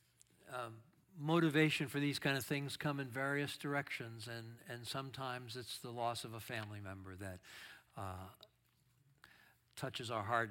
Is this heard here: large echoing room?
yes